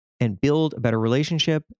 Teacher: I made an almost little whistling sound when I said relationship, like it was on the sh part.